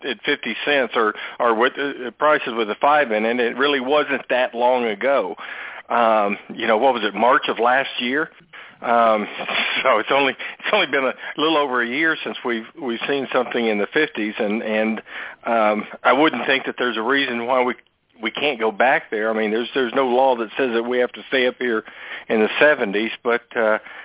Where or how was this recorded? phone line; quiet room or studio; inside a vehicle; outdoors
phone line